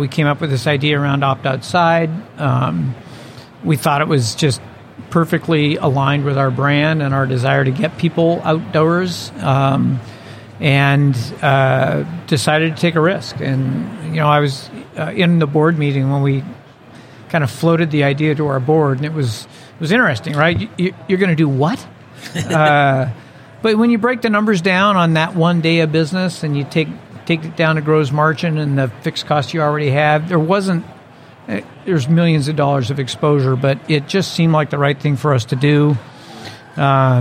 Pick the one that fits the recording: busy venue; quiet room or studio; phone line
busy venue